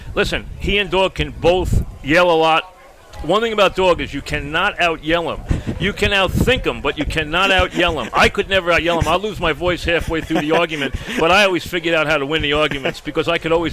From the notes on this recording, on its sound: Joins us live from the HONDA CLASSIC.